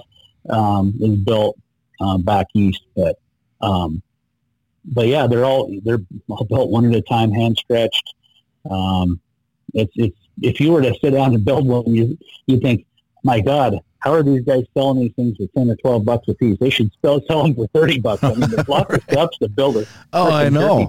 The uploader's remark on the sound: On the phone.